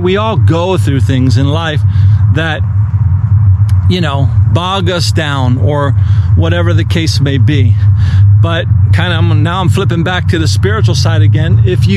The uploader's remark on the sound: The audio was recorded outdoors of a GoPro.